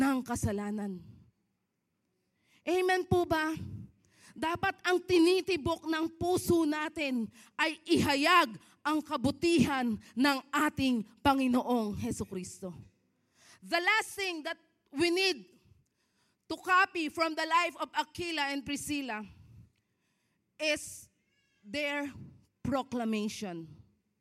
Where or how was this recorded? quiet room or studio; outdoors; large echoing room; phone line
large echoing room